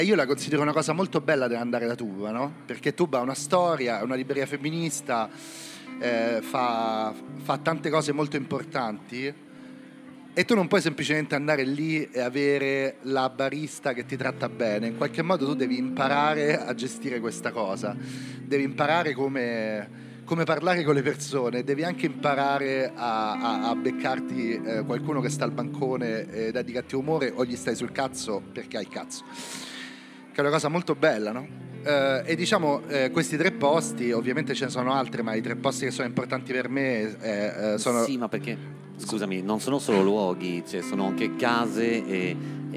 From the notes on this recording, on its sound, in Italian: Una puntata registrata dal vivo a una serata a tema Pigneto (il quartiere di Roma) tenuta però assurdamente ai Parioli, organizzata da Zero, la rivista che ormai da sempre racconta la vita notturna delle città italiane.